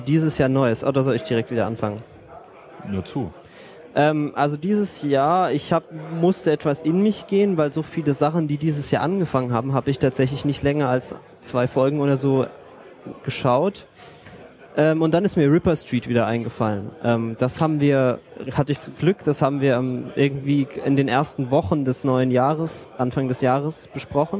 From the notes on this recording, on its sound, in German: dieser auf dem 30C3 aufgezeichneten Sendung